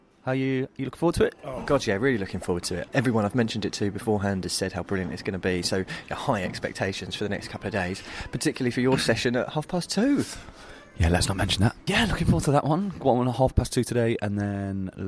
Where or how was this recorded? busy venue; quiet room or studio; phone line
busy venue